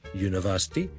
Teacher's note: 所以有时即使那个字的串法是 AELU 都不代表它一定有响音开头，例如 University 呢虽然是 U 开头，但我不是读 un 这样的，不是 University 的，而是呢是 U 开头好像有一个 Y 的音